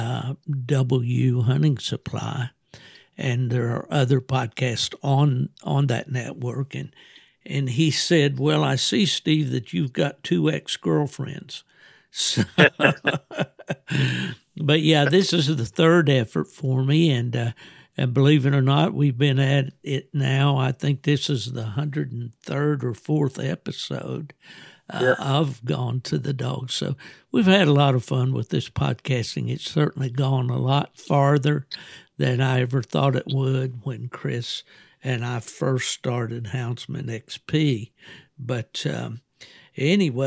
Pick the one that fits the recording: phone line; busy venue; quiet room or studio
quiet room or studio